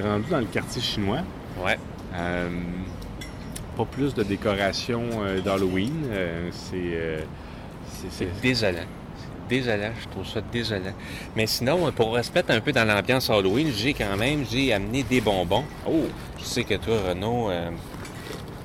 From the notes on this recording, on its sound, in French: Enregistré à Montréal (centre-ville). Segment 1 : À la Place-des-Arts - Segment 2 : Près du Boulevard René-Lévesque - Segment 3 : Au quartier chinois - Segment 4 : Au centre du Boulevard Robert-Bourassa - Segment 5 : Au Centre Bell - Segment 6 : Au Square Dorchester.